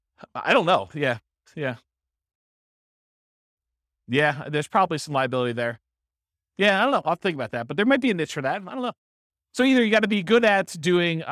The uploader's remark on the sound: This was a live class recorded